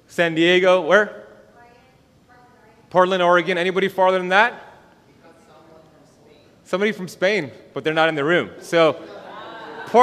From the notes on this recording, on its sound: This is the full lecture recorded at The BioHacking Congress, Miami, Florida October 2021.